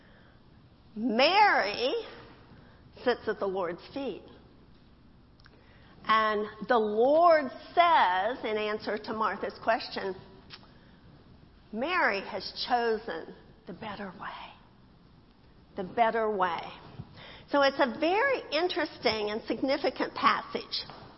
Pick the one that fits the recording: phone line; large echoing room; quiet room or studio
large echoing room